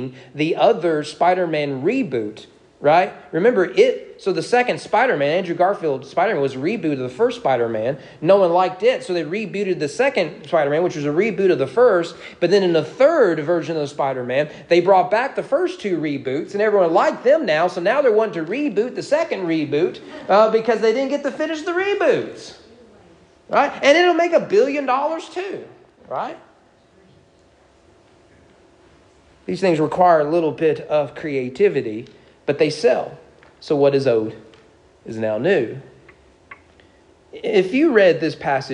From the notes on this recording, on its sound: Sermon preached at East Frankfort Baptist Church